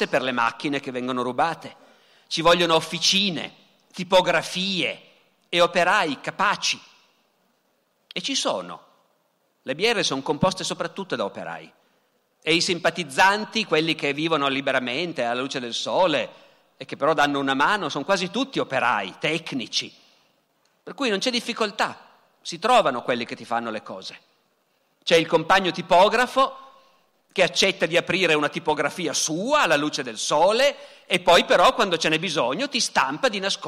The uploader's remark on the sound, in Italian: Dal Festival della Mente 2017.